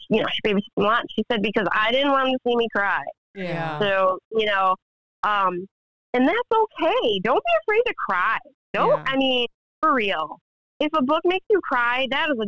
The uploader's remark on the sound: Phone interview